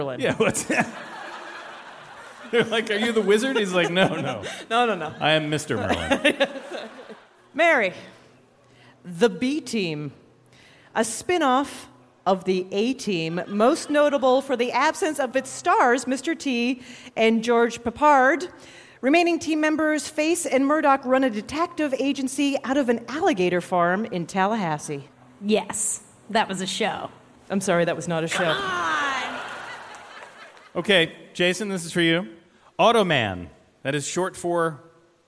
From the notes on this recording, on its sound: Live from Central Park's SummerStage Festival